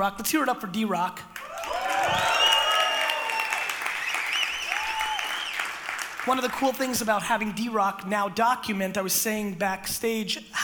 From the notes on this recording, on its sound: This keynote I gave in London was nothing but FIRE.